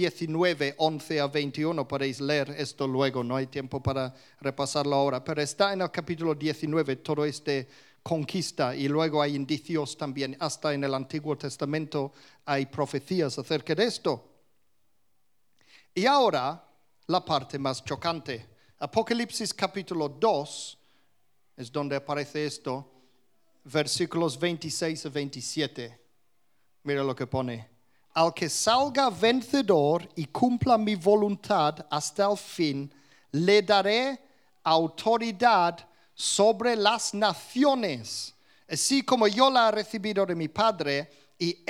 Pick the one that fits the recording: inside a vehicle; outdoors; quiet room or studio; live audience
live audience